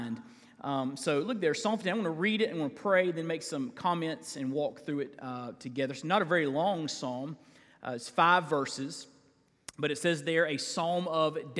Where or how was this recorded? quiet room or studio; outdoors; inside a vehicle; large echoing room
large echoing room